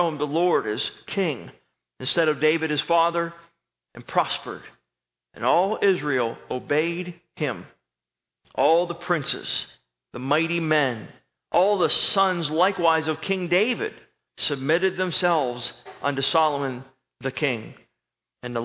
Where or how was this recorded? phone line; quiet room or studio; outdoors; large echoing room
large echoing room